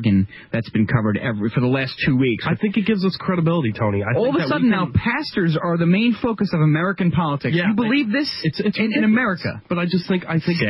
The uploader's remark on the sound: We cover the latest news and take your phone calls in this episode.